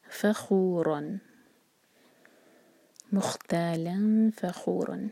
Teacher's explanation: فخورا، را پر فتح کی تنوین، اور را پر جب بھی فتح ہوتا ہے تو را منہ بھر کر پڑھا جاتا ہے ہیوی. فخورا مختالا فخورا.